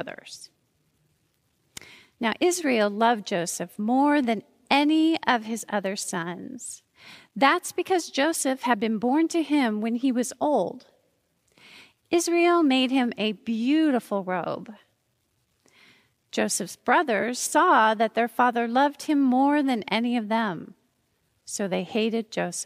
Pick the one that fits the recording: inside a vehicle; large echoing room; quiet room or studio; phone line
large echoing room